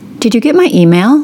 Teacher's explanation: with a rising pitch, implying a simple yes-no question and answer